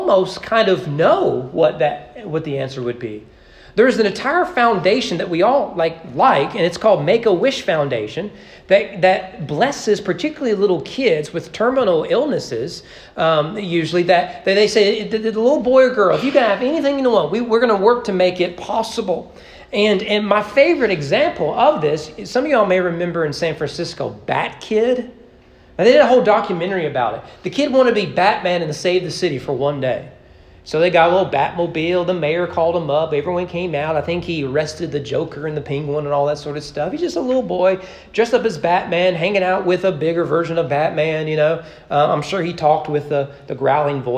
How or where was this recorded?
large echoing room